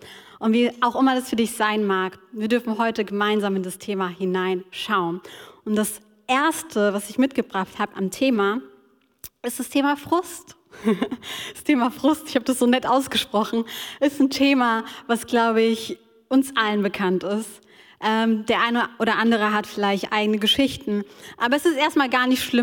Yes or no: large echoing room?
yes